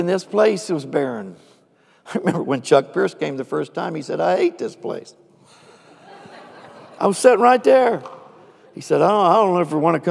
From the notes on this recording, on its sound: Recorded live.